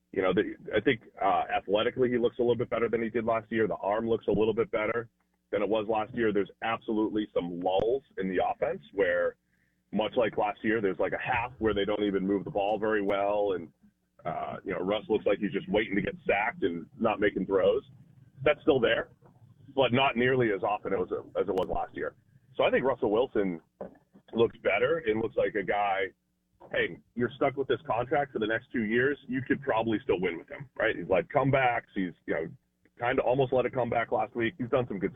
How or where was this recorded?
phone line